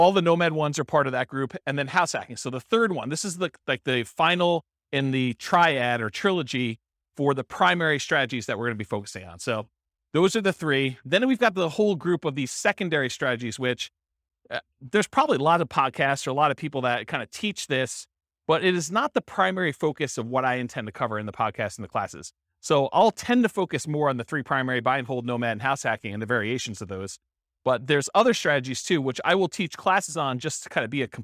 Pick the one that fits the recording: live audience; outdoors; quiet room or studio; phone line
live audience